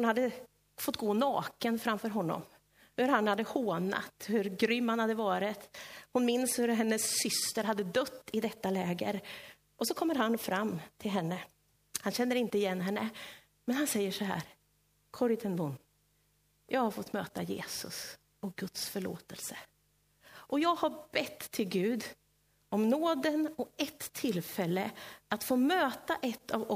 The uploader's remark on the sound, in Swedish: Inspelad i Löfstadkyrkan i Tranås 2023-11-12.